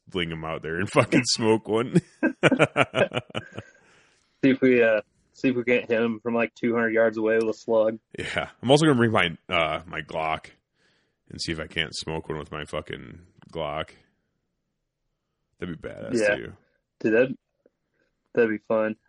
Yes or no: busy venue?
no